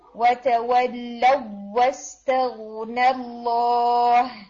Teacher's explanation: یہاں پر گنا کے بغیر آپ نے ملانا ہے ایک واو کو دوسرے واو کے ساتھ اور ٹائم نہیں دینا · Term: مرجنگ